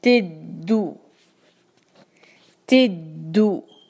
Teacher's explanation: ती आसान है, कसरा की वजह से बारीक रखिएगा। आगे दाल पे है शद्दा, तो इस पर आपने थोड़ा सा स्ट्रेस देना है